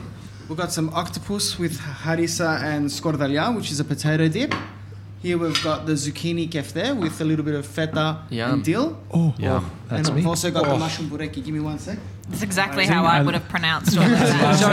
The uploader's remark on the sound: Salona On Swan Street. Today we're live from Salona in Richmond.